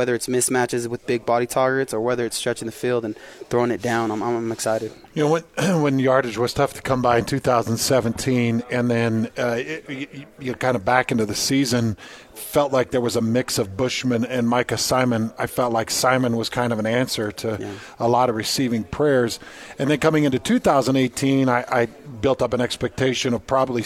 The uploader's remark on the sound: live from BYU Football Media Day